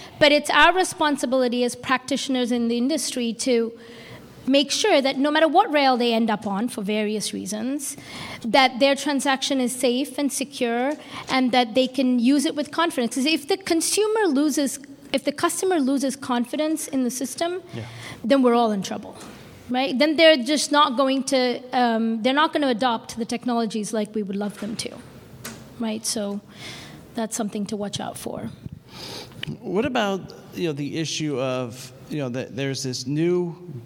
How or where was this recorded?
busy venue